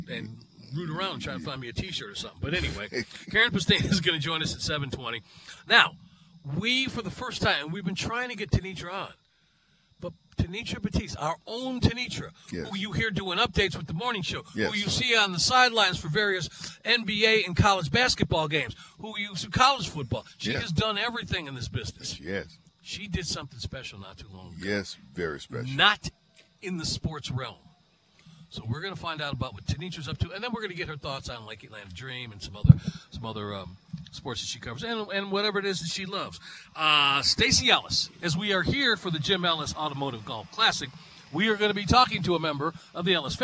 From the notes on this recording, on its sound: live from Chateau Elan